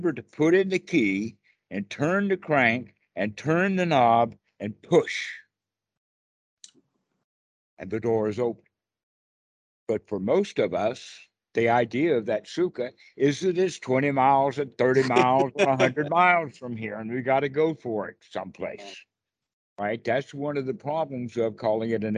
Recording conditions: video call